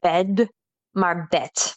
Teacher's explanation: make sure you pronounce that D as a T there. So it's not bed, maar bed.